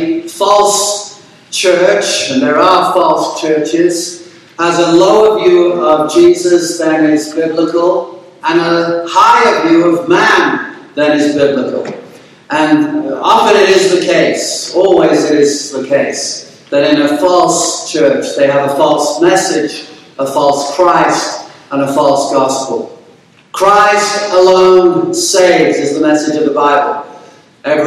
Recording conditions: poor sound quality